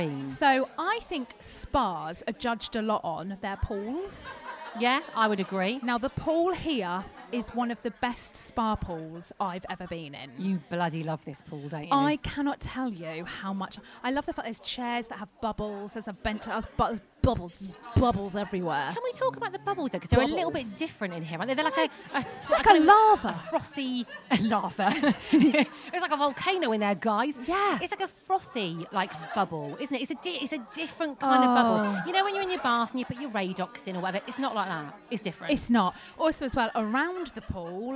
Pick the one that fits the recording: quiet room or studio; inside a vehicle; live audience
live audience